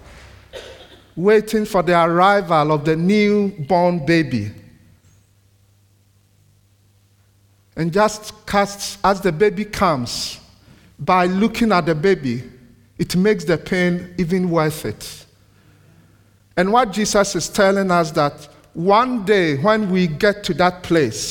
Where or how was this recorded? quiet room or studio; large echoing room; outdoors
large echoing room